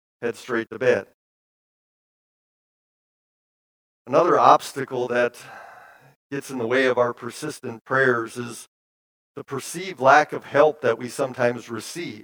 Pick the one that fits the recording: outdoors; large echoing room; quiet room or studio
large echoing room